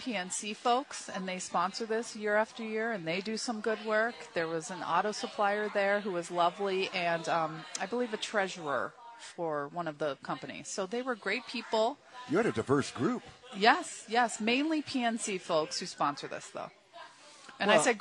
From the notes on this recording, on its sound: live from the 35th annual Catch Golf Outing at the Red Run Golf Club.